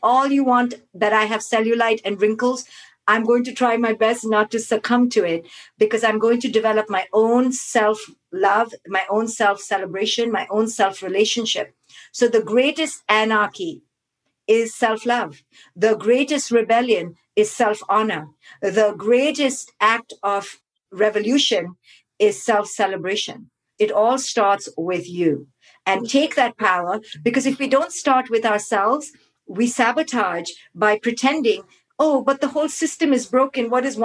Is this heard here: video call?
yes